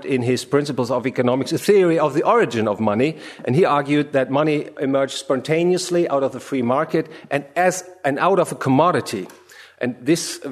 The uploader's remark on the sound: From the session on "Studies in Economic History," presented at the Austrian Economics Research Conference. At the Ludwig von Mises Institute in Auburn, Alabama.